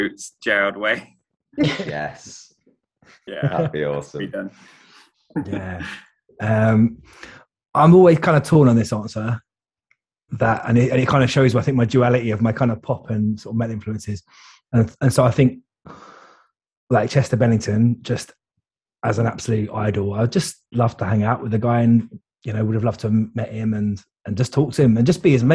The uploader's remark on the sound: Recorded via Zoom